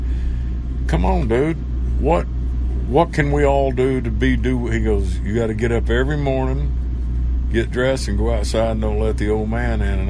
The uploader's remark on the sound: an interview she did with him on his bus